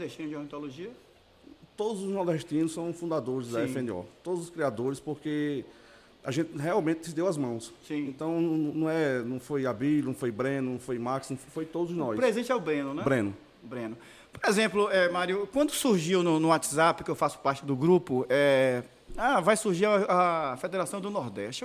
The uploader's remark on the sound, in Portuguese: Todos os episódios foram gravados durante o 70ª Campeonato Brasileiro de Ornitologia, no Centro de Eventos da FOB, em Itatiba, SP, em julho de 2022